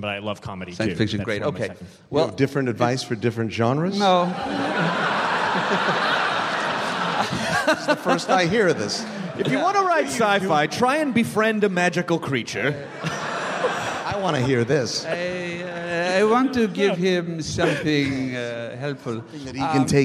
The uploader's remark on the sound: This was a panel at SF Sketchfest way back in January of 2011 after an incredible screening of the film at the Castro Theater for 1000 screaming fans.